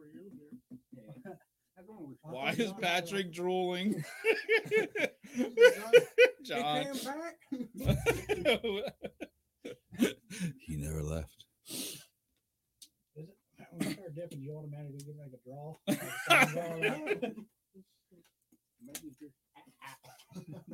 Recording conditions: poor sound quality